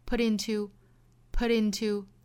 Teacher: put 和 into 的连读也是有一个 flap t 带出来